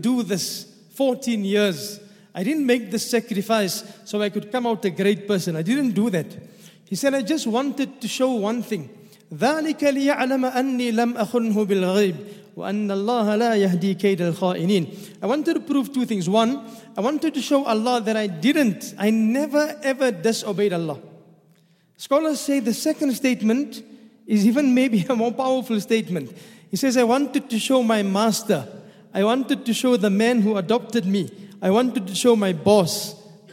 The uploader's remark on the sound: at the Houghton Masjid (West Street), Johannesburg, South Africa